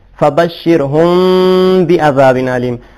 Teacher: हम के बाद जो बा है वहाँ पे कायदा इख्फा चलेगा, यानी मीम जब बा के पास पहुंची है वहां पे इख्फा चलेगा